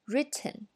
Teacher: 但是现在我们这个 T 不把爆破音爆出来 · Term: hold 住